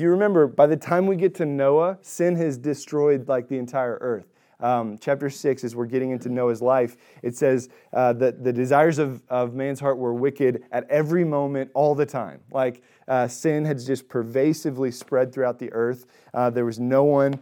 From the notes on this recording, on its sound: Recorded at Emmaus Church in Buford, GA